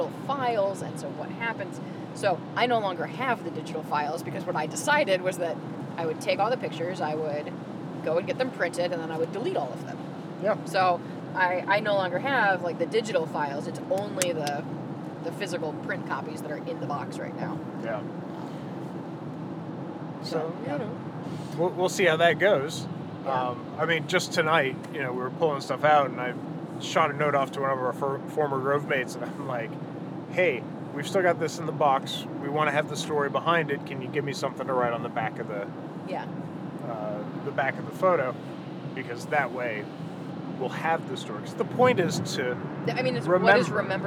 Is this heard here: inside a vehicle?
yes